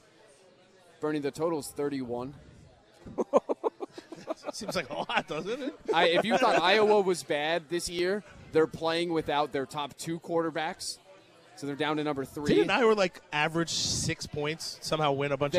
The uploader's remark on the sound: live at Monk's in Sun Prairie